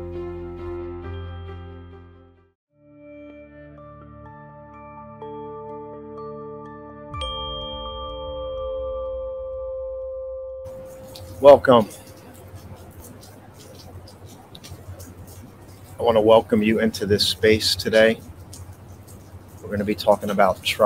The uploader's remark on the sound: This Episode originally streamed live on location at Behind the Philadelphia Museum of Art on the Schuylkill River. The audio from this podcast was taken directly from this live stream.